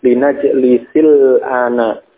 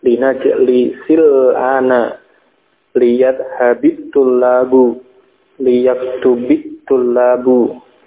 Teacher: karena setelahnya itu sukun, maka sukun yang pertama tadi dibaca dengan kasrah untuk menghindari bertemunya dua sukun.